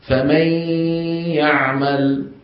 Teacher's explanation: ننتقل من الميم إلى الياء مباشرة ولا نستعمل ألسنتنا في النون · Term: غنتها